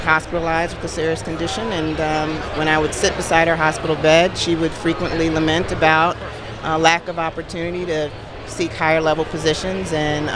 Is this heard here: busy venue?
yes